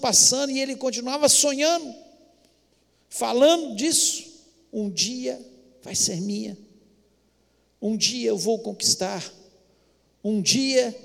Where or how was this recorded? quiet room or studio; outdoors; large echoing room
large echoing room